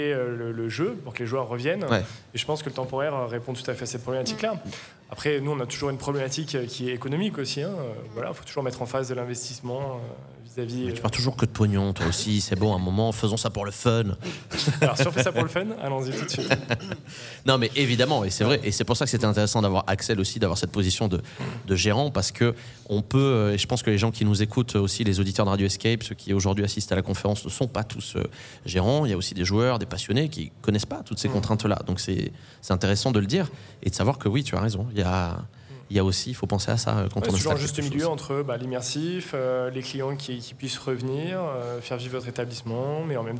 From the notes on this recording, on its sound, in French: Dans le cadre du salon de l'escape game et des loisirs immersifs qui s'est tenu à Lyon le 11 septembre 2023, nous avons posé les micros de Radio Escape pour enregistrer 3 épisodes. Dans le cadre du salon de l'escape game et des loisirs immersifs qui s'est tenu à Lyon le 11 septembre 2023, nous avons posé les micros de Radio Escape pour enregistrer 3 épisodes.